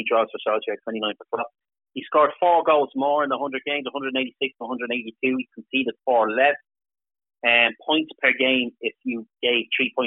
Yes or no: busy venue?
no